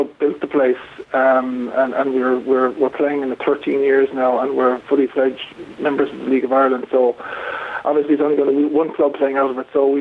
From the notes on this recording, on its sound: joins us on the phone